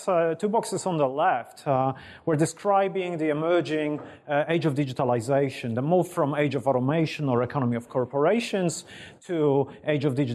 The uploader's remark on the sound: IFE Grand Challenge Lecture, recorded 1 March 2019 at QUT